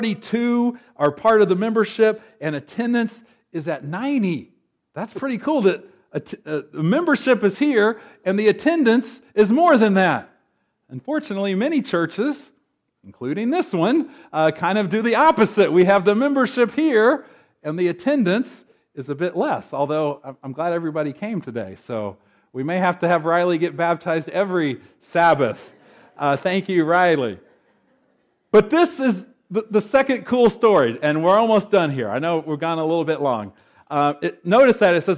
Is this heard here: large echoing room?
yes